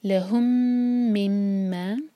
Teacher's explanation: دونوں میم پر شدہ ہے، دونوں میم پر ٹائم دینا ہے، دونوں پر غنہ کریں گے، مس نہیں ہونا چاہیے.